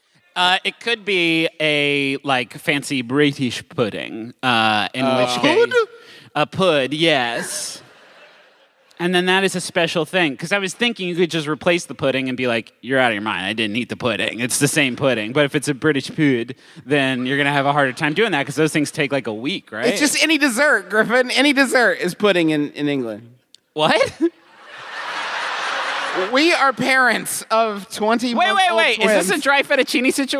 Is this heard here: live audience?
yes